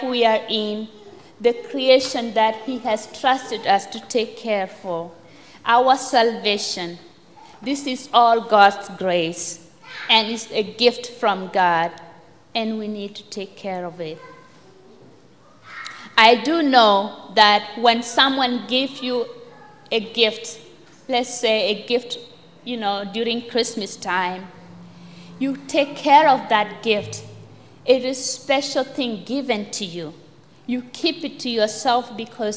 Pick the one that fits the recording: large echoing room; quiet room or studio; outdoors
large echoing room